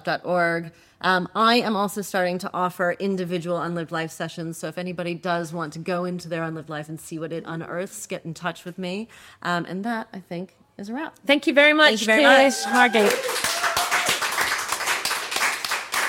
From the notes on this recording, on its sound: Recorded live at the Margate Bookie Literary Festival.